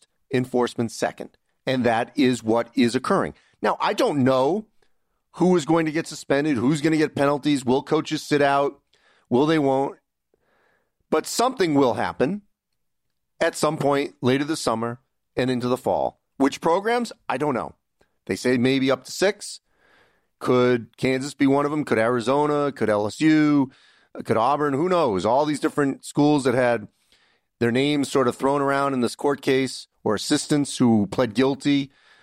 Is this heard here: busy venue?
no